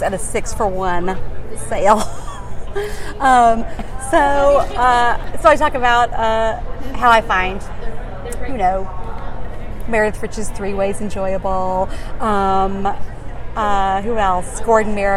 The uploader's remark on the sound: Interview was recorded live at ALA Midwinter.